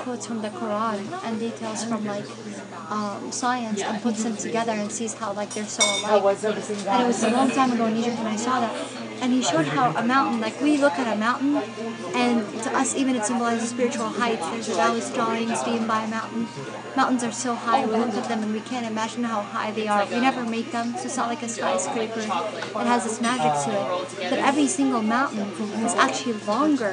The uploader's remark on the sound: decided to record one of our conversations at a local diner, with our notes out.